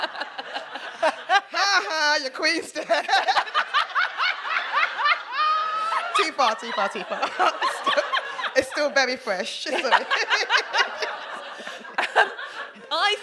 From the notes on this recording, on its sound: This episode was recorded at the DWSC London residency, and the place was buzzing. We then hear from a member of the audience.